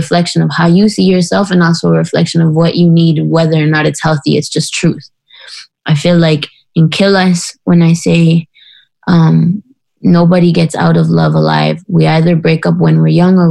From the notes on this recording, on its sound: While at home in Toronto. Jumped on a Zoom call.